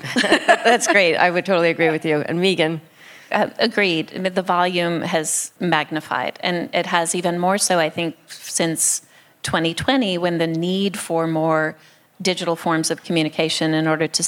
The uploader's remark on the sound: At the Armory Show's Live event last week. We present the live-recording from the Armory Show event.